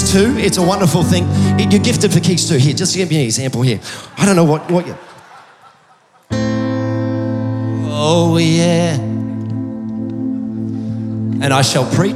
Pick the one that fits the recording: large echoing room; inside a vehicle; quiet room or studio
large echoing room